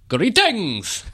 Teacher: Like all the stress on the ings, like no one in the world does.